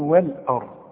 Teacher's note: الراء هي المفخمة عشان قبلها مفتوح